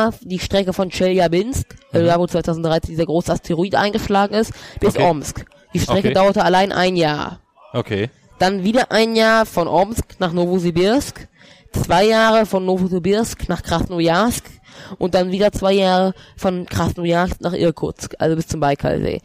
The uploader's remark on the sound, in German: Im Hintergrund unserer Aufnahme sitzen 50 Russen und schauen Spanien gegen Russland anlässlich der WM 2018. Eine neue Folge aus dem Urlaub heraus.